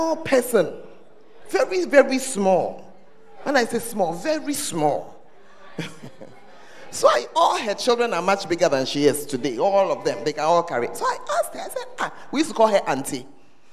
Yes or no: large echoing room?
yes